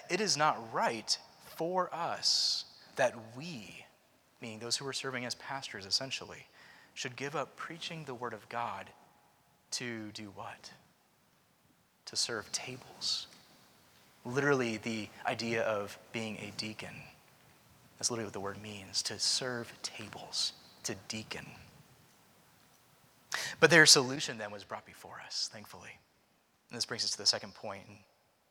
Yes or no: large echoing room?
yes